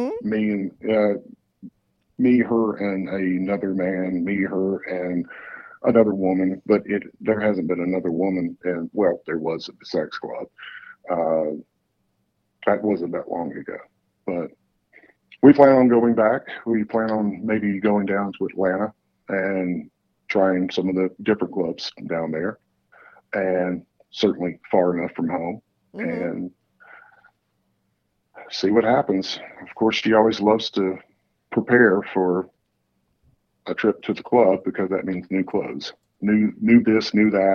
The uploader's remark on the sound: he called in to talk all about it